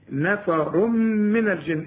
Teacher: التنوين اللي بعده ميم، إدغام بغنة، نفر من الجن، والنون هنغنها اهي حتى عند الوقف.